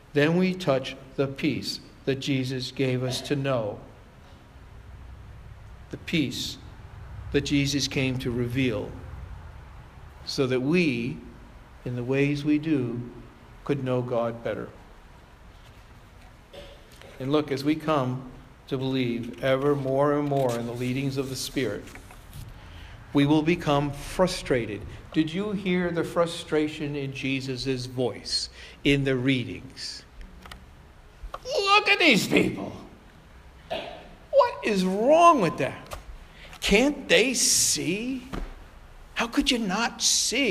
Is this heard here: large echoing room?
yes